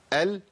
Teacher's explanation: انحرافها في اللسان، بمعنى ان انا عندي اللام بتخرج من طرف اللسان والمنطقه دي ومنطقه الحافه والحافه، وانا بجيب اللام بينحرف اللسان ناحيه الحافه · Term: الانحراف